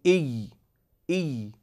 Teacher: حينما نقول مثلا إي نرى أن اللسان في حالة تجافي، في حالة تجافي بين وبين، ليس ملتصقا لا بالأعلى ولا بالأسفل · Term: الياء